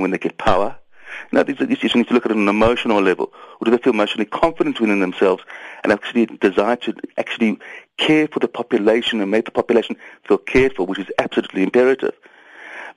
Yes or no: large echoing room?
no